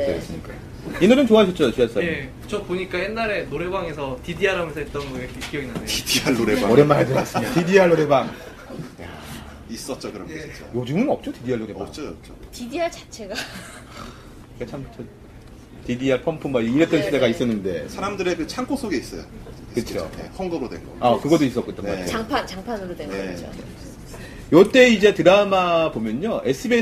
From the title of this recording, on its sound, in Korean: 공개방송